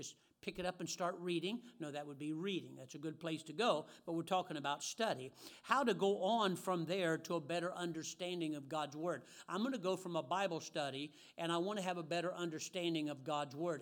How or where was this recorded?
large echoing room